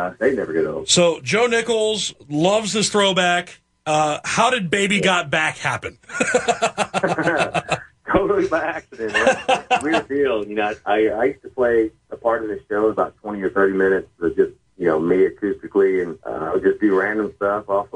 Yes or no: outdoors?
no